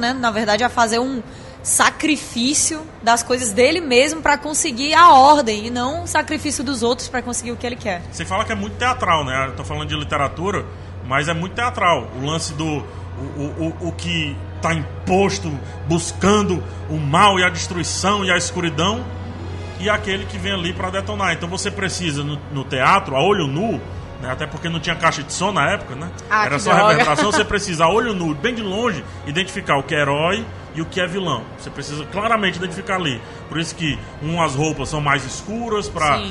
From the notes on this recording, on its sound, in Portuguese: Durante a CCXP 2018 nós gravamos um podcast ao vivo no stand da Fini